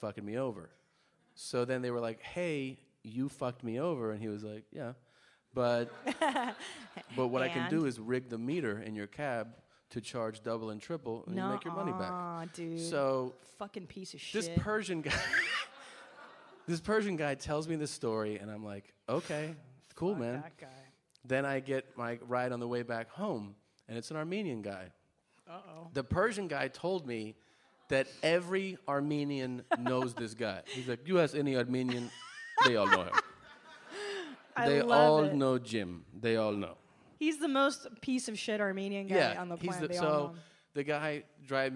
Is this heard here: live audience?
yes